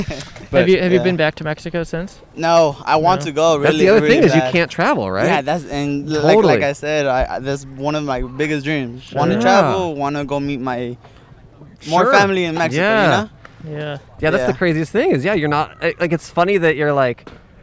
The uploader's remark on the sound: We went outside a COVID-19 vaccination site to chat with folks waiting in the standby line to maybe get extra vaccines at the end of the day. 100 people in line who seemed to really hate us. In front of Kedren Community Health Center in South Central Los Angeles, CA.